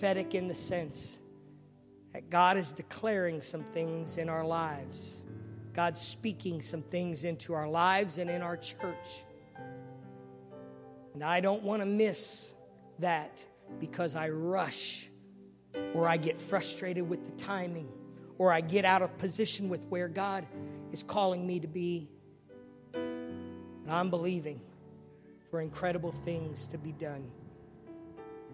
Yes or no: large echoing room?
yes